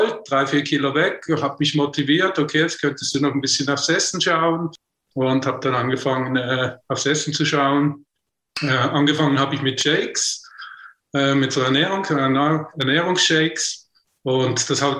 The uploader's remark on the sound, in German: im Zoom-Call direkt aus dem schweizerischen Basel